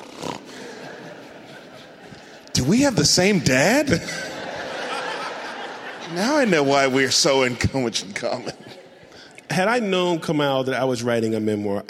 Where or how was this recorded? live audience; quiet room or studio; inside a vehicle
live audience